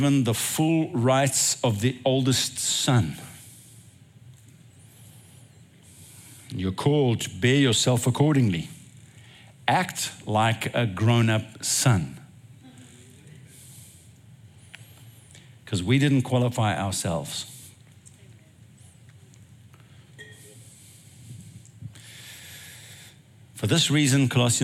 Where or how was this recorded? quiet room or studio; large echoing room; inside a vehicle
large echoing room